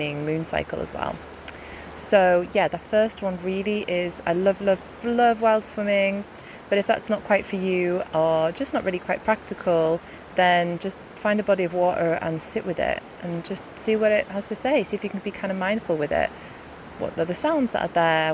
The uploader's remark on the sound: I recorded this next to my local river whilst out on a gorgeous walk, so hopefully the water sounds add to the listening experience.